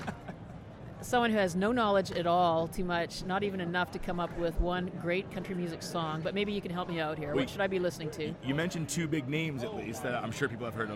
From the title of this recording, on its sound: Live from SHAPE Nashville Day 2!